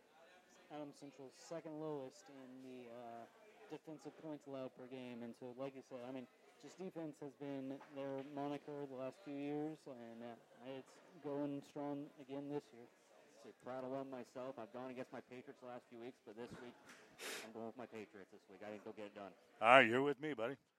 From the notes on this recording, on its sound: Unfortunately, we had some technical difficulties that corrupted the file on which the first 20 minutes of our show were stored. We apologize for the low volume on the audio — you may want to turn your volume up. A huge thank you to Down South Bar & Grill in Deweese for being great hosts to us.